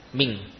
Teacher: nun tidak lagi dilafadzkan dari ujung lidah, namun dari mana, pangkal lidah, ming, ya. Seperti pula apa, seperti juga nun bertemu ba, maka tidak lagi dibaca dari ujung lidah, namun pada apa, bibir, mum, ya. · Term: ikhfa